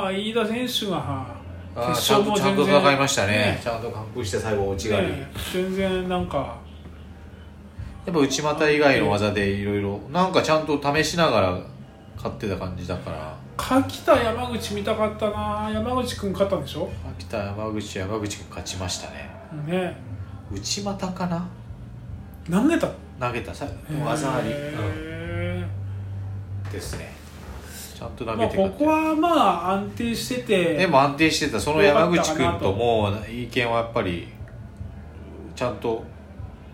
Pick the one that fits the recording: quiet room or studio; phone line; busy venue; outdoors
busy venue